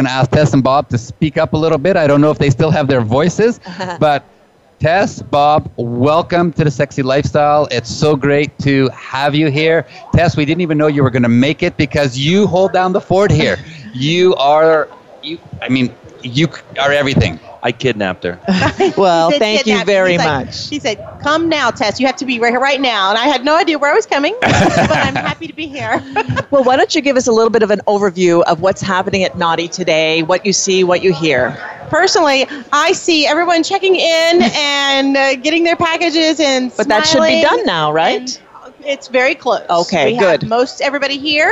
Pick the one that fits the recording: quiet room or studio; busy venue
busy venue